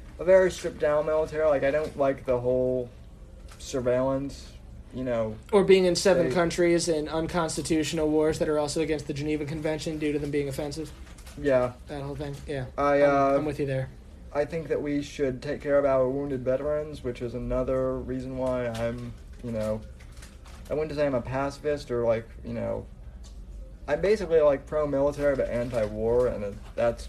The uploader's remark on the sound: LIVE From YALCON Memphis.